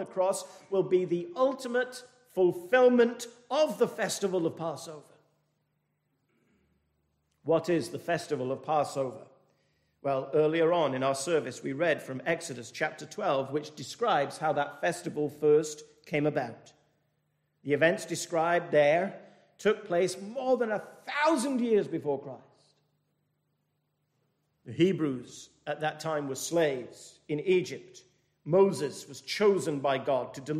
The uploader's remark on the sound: This message was delivered at the 221st Church Anniversary thanksgiving service from Penzance Baptist Church.